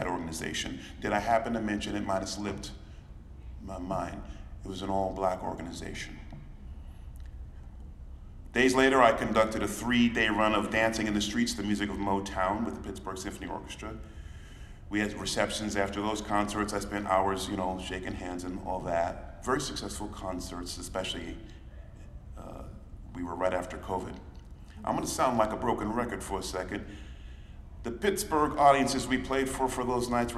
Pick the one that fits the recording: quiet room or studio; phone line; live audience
live audience